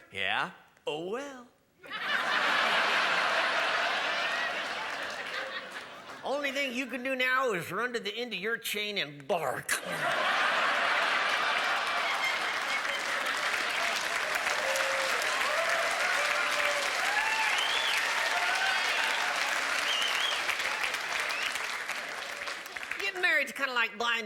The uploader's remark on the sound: A comedy event that set the new standard for how truly awesome a comedy special can be. A live show that will have you on the floor laughing!